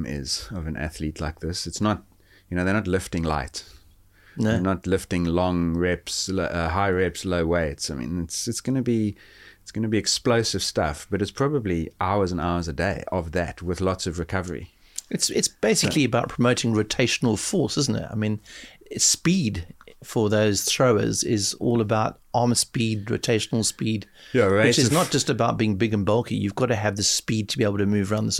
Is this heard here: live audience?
no